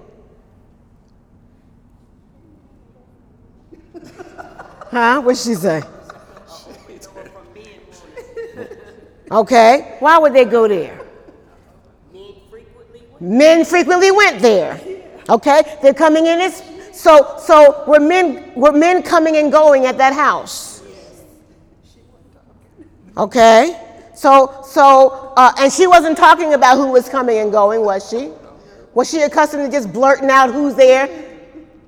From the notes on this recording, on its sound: During Wednesday night service on May 9, 2018